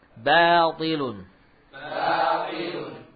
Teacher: Ba tipis, maka alif juga tipis.